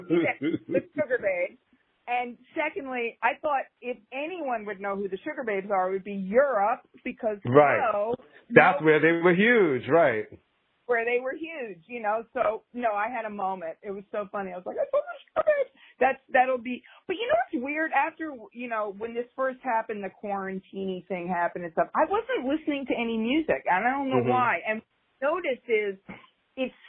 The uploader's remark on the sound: recorded via phone